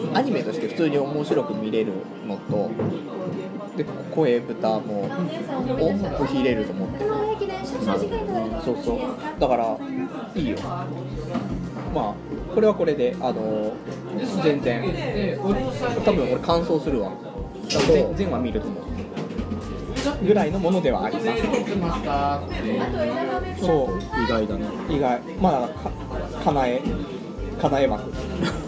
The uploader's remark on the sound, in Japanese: 居酒屋で収録している